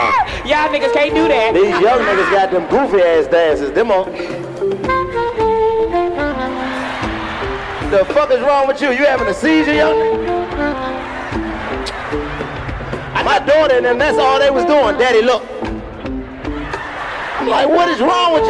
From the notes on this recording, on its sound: On this episode the crew heads to Tampa and to roast errbody! Someone in the audiences makes it rain from the balcony.